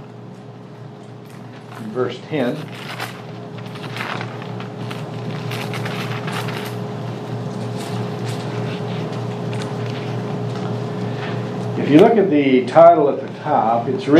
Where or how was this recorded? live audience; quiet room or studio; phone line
live audience